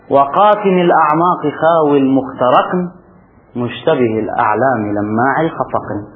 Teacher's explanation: خاوي المخترق ولماع الخفق، الروي ساكن فألحقت النون الساكنة بهذا يعني بهذا الحرف الساكن، فهذا هو تنوين الغالي.